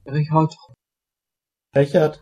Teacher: En alemany estàndard, el nom de pila de Wagner conté un so molt difícil de reproduir en català, perquè no el tenim. És una fricativa entre sh i ch, però no és exactament cap d'aquests dos sons.